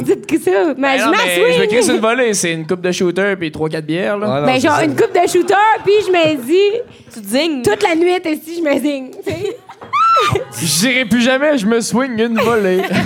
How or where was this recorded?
live audience